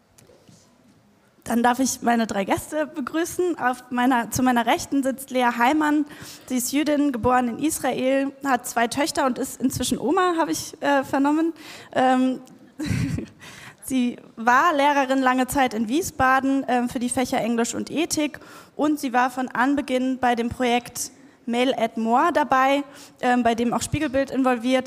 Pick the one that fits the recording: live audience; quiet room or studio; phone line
live audience